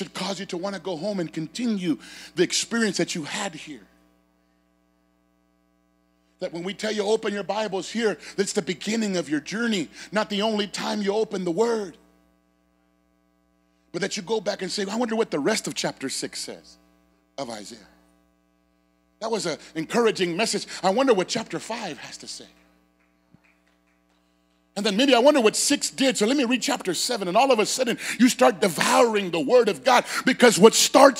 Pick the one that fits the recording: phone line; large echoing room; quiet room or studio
large echoing room